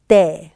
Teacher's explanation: Very soft. It's not an explosive T. It's a soft T, almost as a TH.